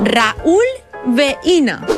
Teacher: En el diftong decreixent I-U, la dièresi significa que tenim un iat i que, per tant, es llegien en síl·labes diferents